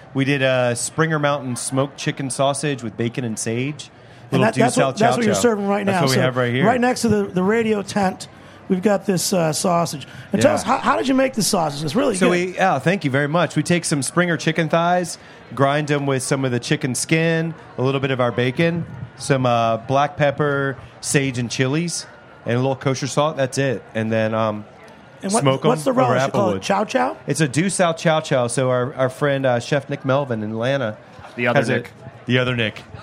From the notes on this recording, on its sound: broadcast from the Charleston Wine + Food Festival